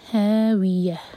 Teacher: ہاویتن ہا سینے سے مد طبعی دو حرکہ لمبا. ہاویتن تا مربوطہ پر رکیں گے تو یہ ہا میں چینج ہوگا، اس کو ہم ساکن کریں گے تو پڑھا جائے گا ہاویہ.